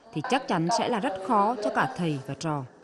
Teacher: Meanwhile, in Vinh, TR is still pronounced as Dr.